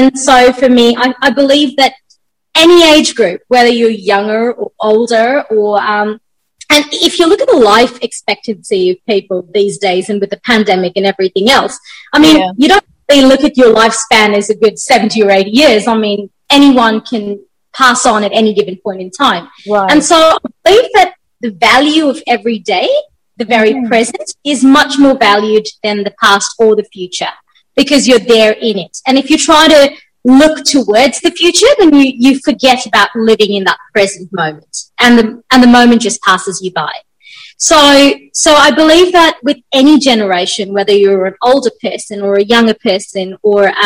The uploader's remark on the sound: Virtually Recorded.